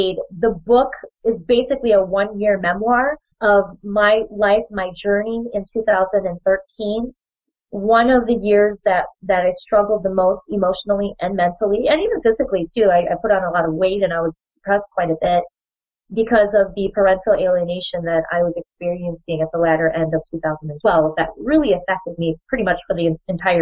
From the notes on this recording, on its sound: I'm going to apologize in advance for the sniffing in the audio. I was a little under the weather when we recorded this episode.